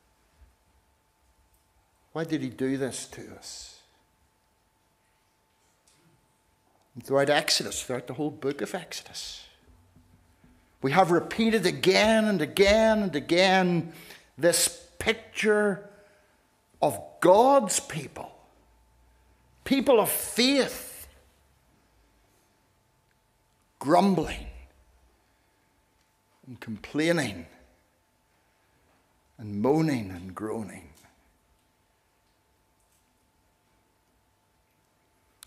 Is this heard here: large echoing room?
yes